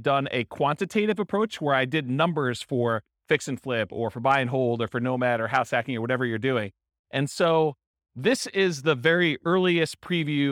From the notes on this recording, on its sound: This was a live class recorded